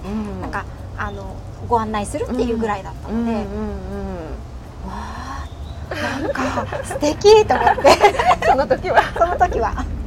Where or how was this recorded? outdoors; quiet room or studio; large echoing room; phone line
outdoors